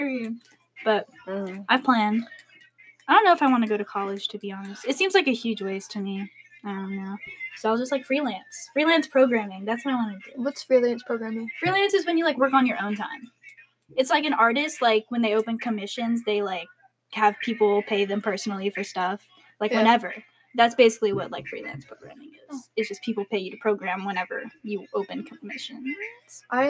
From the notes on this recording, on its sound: we only had 1 microphone so we had to make due.